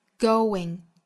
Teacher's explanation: 两个元音在单词内部相遇了，要注意带出小小的 w 的音